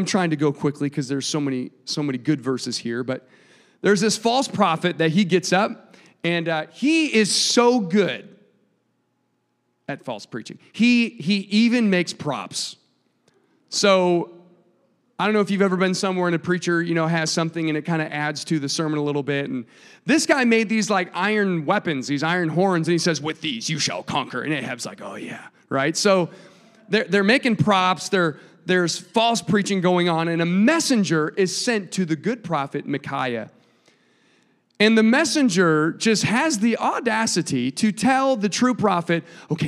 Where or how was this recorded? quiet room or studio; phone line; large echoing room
large echoing room